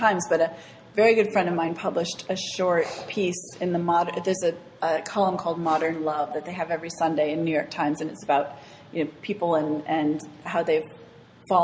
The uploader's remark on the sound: This segment was recorded with an audience at Barrington Area Library